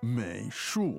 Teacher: 美术 third and fourth tone